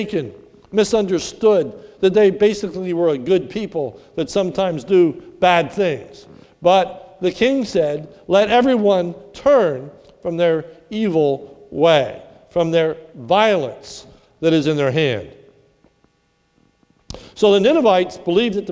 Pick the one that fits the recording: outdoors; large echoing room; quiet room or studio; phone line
large echoing room